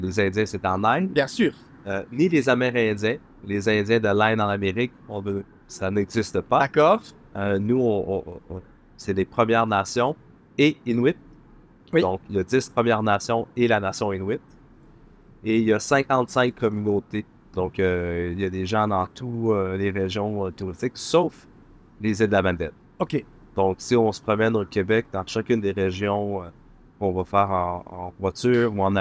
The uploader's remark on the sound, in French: En direct des Plaisirs d'hiver à Bruxelles. Une rencontre merveilleuse et riche de découvertes mais un peu bruyante au vu de la situation de l'enregistrement !